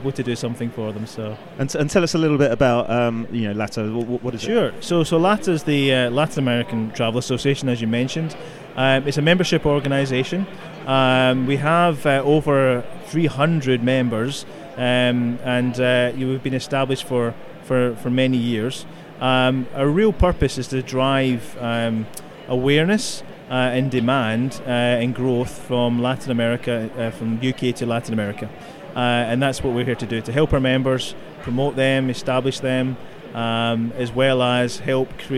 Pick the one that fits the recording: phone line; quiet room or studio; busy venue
busy venue